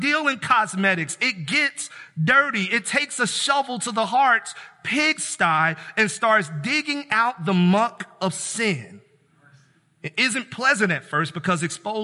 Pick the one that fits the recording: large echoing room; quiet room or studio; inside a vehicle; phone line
large echoing room